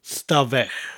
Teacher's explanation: There's actually a Y in front of the word, ystafell, but it's not usually pronounced in conversation. The Y is dropped and it becomes stafell. So the F in the middle of the word gives us the V sound, stav, and the double L gives you that th sound, stafell.